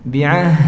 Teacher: Kalau ada ha disukun ya dia sifatnya ngalir rikhwah ya bi'ah, nah, dengan suara yang slow ngalir bi'ah ya. Jangan dikolkol bi'ah, jangan dikolkolahkan ya.